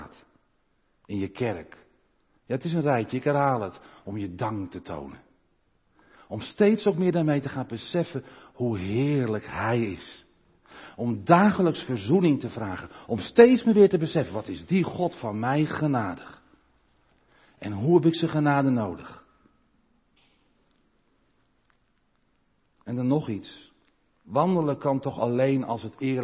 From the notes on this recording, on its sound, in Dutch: De preek is op 13 november 2022 opgenomen in de Maranathakerk in Groningen